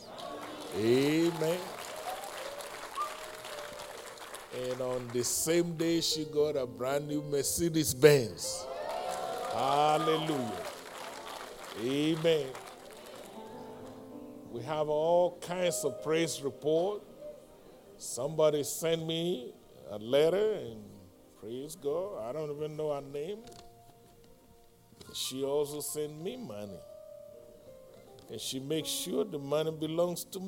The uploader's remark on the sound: live-recording